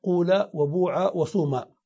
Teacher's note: ضم الأول ضما خالصا فتنقلب الألف إلى واو · Term: الضم الخالص